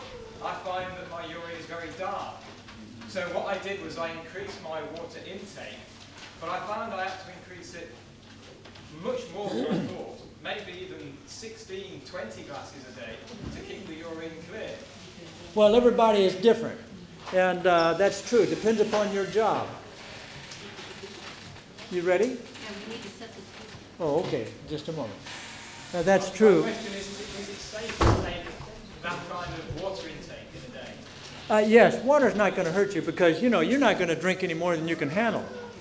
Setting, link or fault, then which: setting, live audience